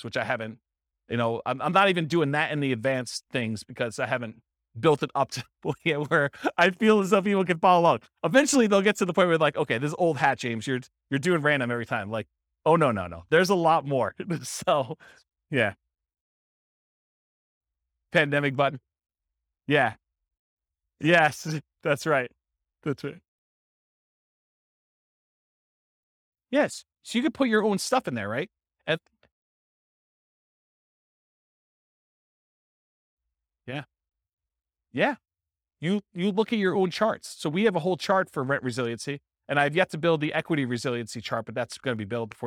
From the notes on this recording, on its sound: This was a live class recorded.